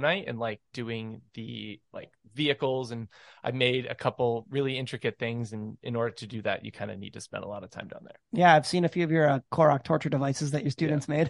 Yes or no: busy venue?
no